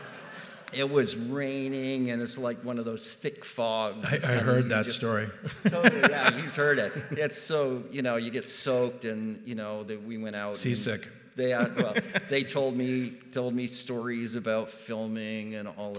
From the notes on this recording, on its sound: This week's episode of Box Office Culture was recorded LIVE in our Black Box auditorium.